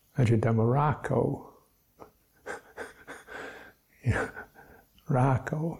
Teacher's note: rather than linking on the consonant, they lengthen the vowel